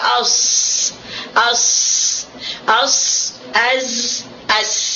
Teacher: Keluarnya adalah di belakang gigi kita, di belakang gigi bawah. Kita turunkan lidah kita ke bawah.